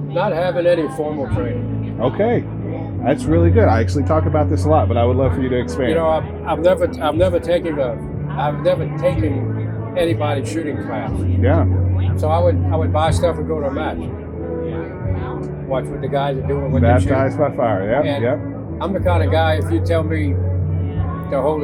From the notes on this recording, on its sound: On Location at the Smith & Wesson Grand Opening. Were invited to the Smith & Wesson Grand Opening & Fall Festival in Maryville, Tennessee, back in October.